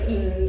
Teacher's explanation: De az ing szó esetén, mivel a G az torok hang lesz, a nyelv automatikusan hátra megy, és ott a torokban képződik.